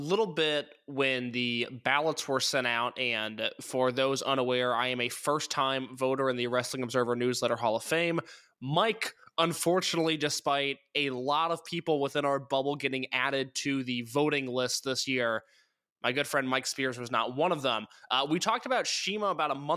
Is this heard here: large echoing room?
no